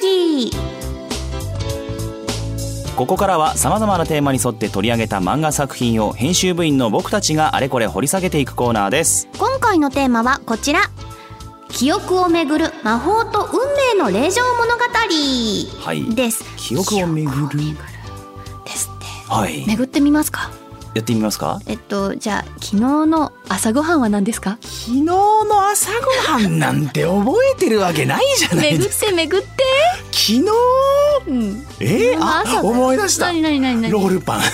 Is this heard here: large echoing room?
no